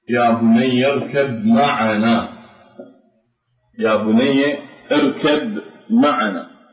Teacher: هذه الباء في النطق قلبت إلى ميم